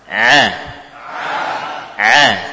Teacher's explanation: Kita kembalikan kepada teori makhraj bahwa ain bukan huruf lidah namun murni dari tenggorokan.